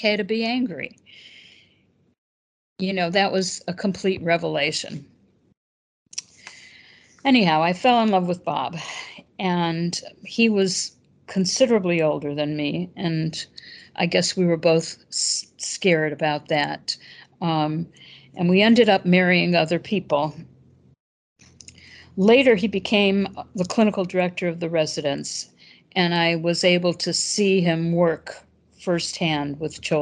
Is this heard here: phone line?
no